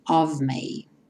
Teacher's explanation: o of tem o F vai ter um som de V